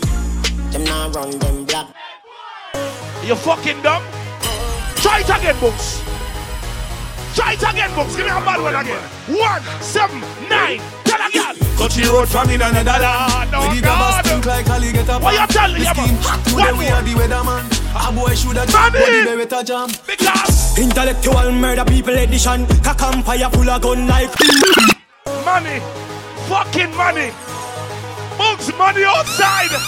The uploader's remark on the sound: Live at Last Stop BX for House Party vs Bashment 2-10-24